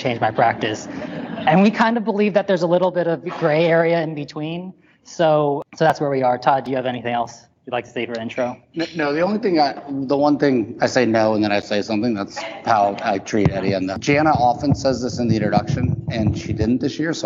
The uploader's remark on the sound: LIVE SHOW: AKIKI2 live from ACNP/PA Critical Care Bootcamp. Thank you so much to the organizers of the ACNP/PA Critical Care Bootcamp who invited us to do a live episode of the show!